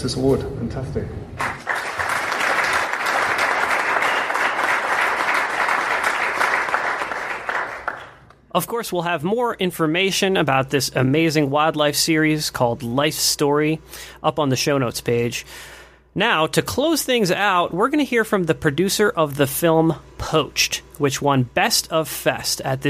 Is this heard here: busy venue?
yes